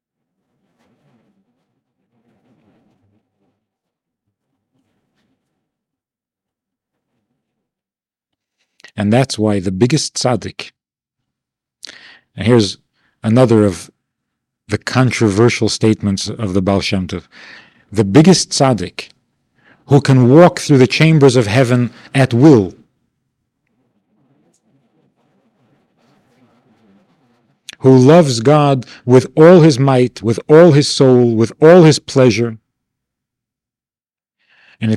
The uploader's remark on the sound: This audio is taken from a class given at the Bais Chana Institute of Jewish Learning in the Summer of 1993.